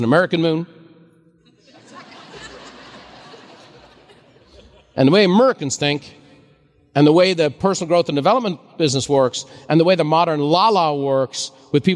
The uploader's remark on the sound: a special live recording